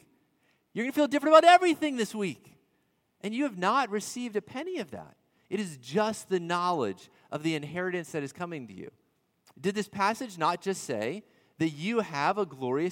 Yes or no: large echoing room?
yes